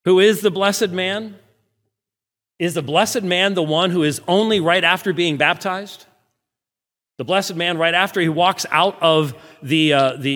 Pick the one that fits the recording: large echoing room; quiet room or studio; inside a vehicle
large echoing room